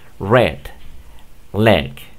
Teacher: Cuando tú veas eso en una palabra monosilábica, entonces tú pronuncias la E así como la que tenemos en español.